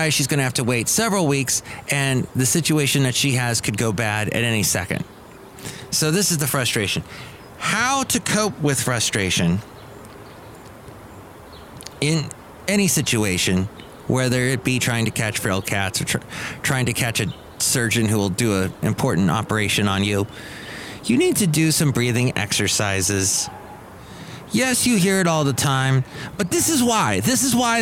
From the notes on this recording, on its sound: podcasts live from Cafe Anyway